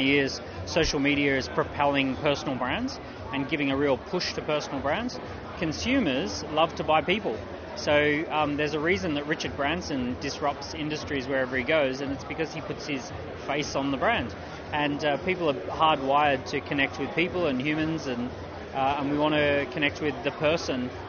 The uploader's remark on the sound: Inside the NextGen conference 2019. Does the rounds at the NextGen Planners Conference in Manchester.